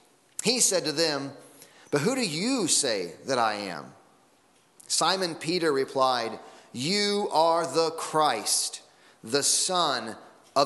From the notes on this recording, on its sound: Sunday Morning Sermon Audio